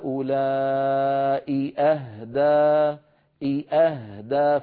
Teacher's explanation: فنبين الهمزة الأولى ونبين الهمزة الثانية بلطف من غير يعني من غير ما نشعر السامع أن هناك شيء يعني زائد في هذه الكلمة، وإنما الكل المقصود هو البيان ليس أكثر.